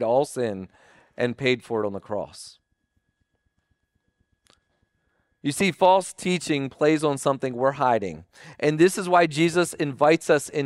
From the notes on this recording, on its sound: Recording of Sunday gathering on Nov 19th, 2023.